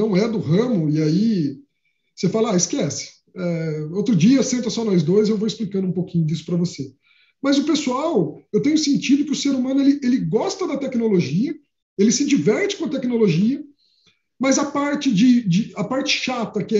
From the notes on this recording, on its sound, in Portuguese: Confira através de áudio o Webinar aconteceu no dia 28 de outrubro de 2021